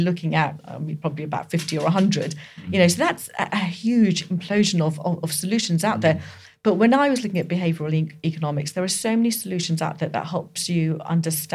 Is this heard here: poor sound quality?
no